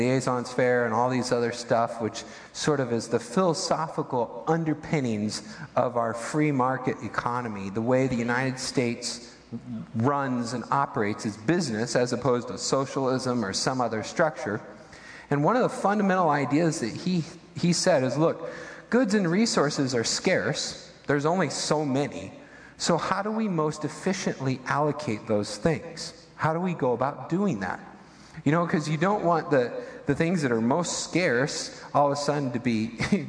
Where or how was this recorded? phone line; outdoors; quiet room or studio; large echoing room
large echoing room